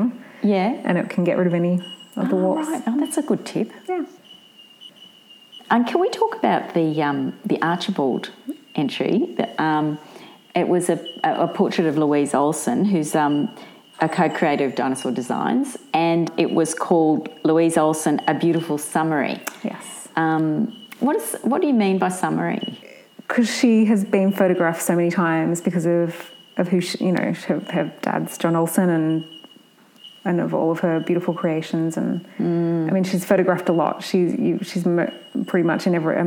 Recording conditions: sounds in the background